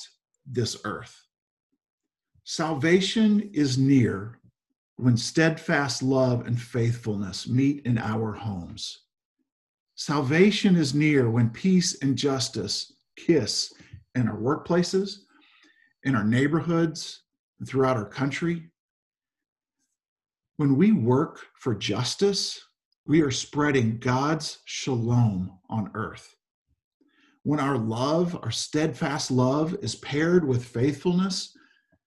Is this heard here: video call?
yes